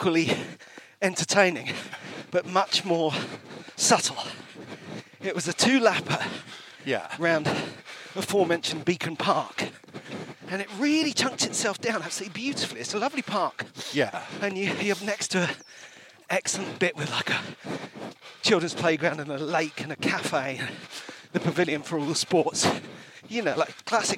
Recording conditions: outdoors